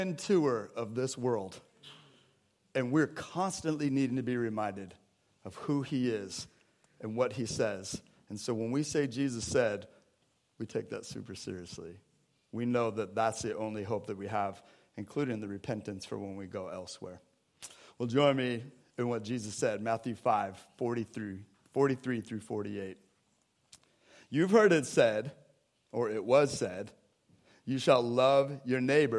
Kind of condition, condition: setting, large echoing room